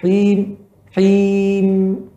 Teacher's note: Pada mim di ujung ada sifat gunnah dan sifatnya mengalir sedikit suara.